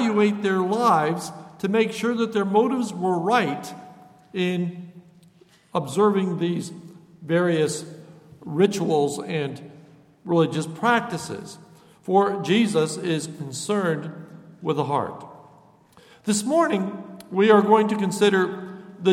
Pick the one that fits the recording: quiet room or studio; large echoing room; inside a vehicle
large echoing room